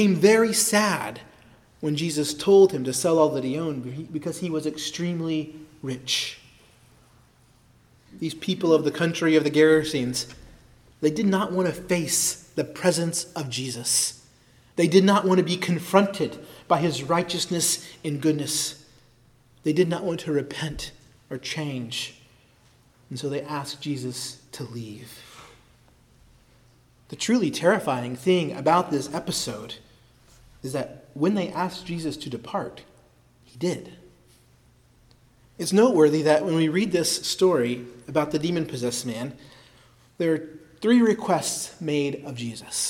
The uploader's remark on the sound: preached at Christ Our Savior Baptist Church on Sunday, March 19, 2023